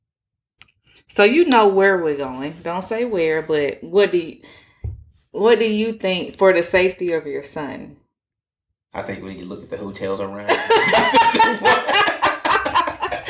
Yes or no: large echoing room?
no